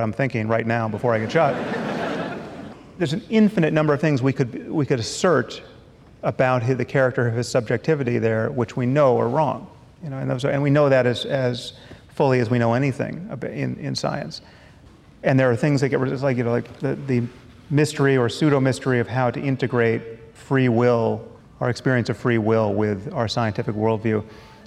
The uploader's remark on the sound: at a live event in Los Angeles